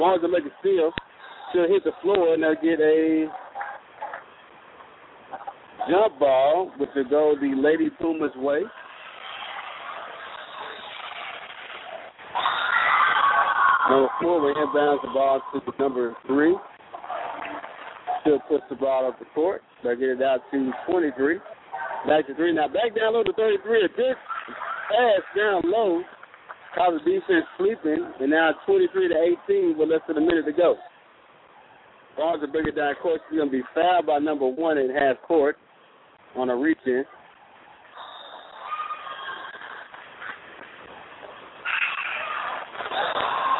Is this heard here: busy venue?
yes